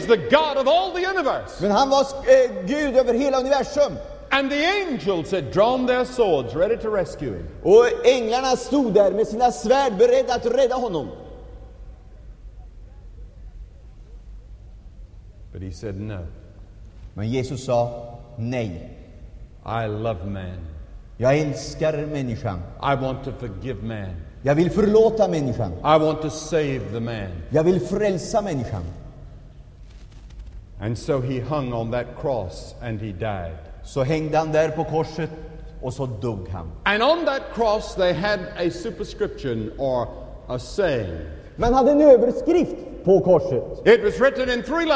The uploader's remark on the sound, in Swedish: Inspelad i Scandinavium, G&#246;teborg 1977-01-14